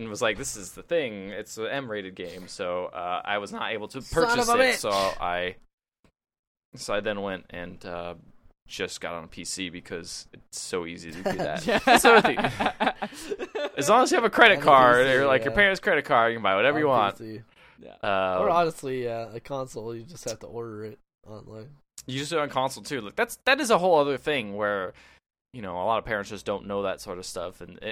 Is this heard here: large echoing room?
no